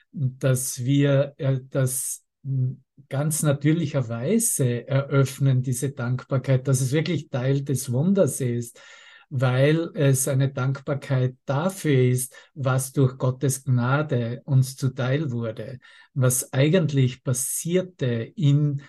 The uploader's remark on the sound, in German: Zoom-Session. Veranstaltet von der Aleph Akademie.